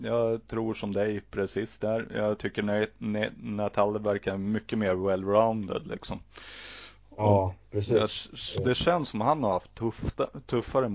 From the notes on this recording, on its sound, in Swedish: Ljudet är lite varierat och jag ska jobba mer på att få det bättre.